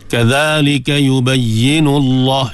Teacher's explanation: Kadzalika yubayyinullah, lam taghliz, tebalkan lam pada lafzul jalalah sebab sebelum dia dhammah